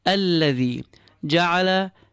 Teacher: All three vowels are short. They should be equal in length.